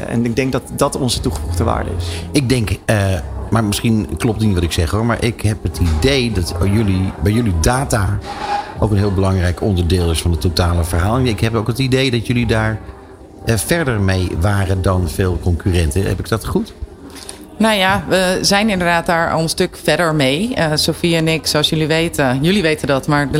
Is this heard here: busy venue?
yes